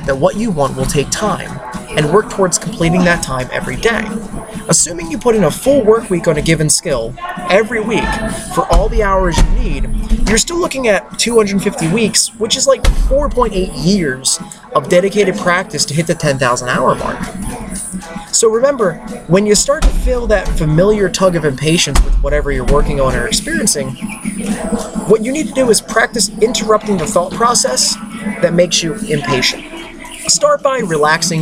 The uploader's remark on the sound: As an experiment in concentration, this episode was recorded in one take with background noise. CrossFit Catonsville.